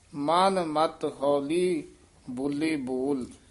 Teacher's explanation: ਬੋਲੇ ਜਿਹੜਾ ਪਦ ਹੈ ਥੋੜਾ ਜਿਹਾ ਖਿੱਚ ਕੇ ਉਚਾਰਨ ਕਰਨਾ